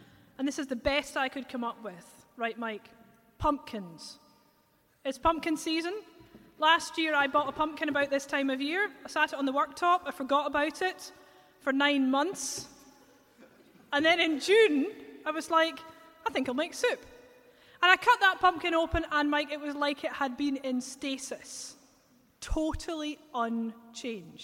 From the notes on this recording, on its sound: LIVE in Edinburgh, Scotland. This episode was recorded live at Greyfriar's Kirk in Edinburgh, Scotland.